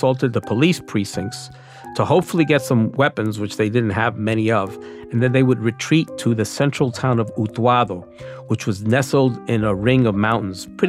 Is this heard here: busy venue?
no